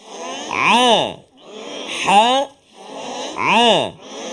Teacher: Ha dekat sini ustaz, kata dekat tengah rongga kerongkong kita ni, di tengah. · Term: huruf ha